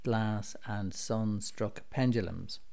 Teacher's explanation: The reflection of the sunlight is suggested through sibilance in the repeated S sound